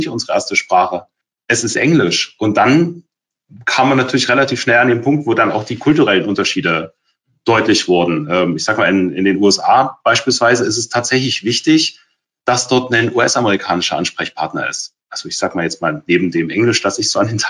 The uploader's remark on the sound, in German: Diese Podcast-Folge ist ein Mitschnitt unseres Webinars auf unserer Plattform